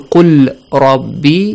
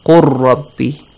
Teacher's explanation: You merge the letter lam into the next letter, ra. · Shown in: second take · Term: idgham